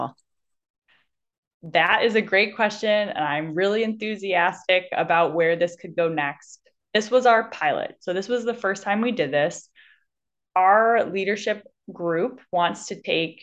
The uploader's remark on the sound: I'm live via zoom